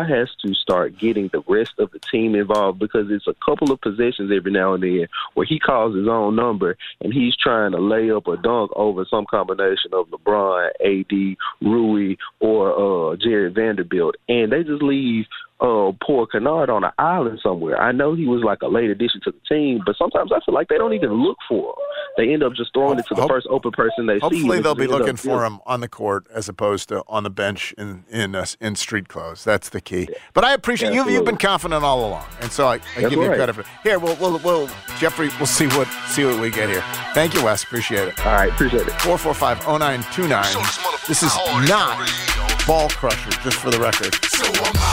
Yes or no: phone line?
yes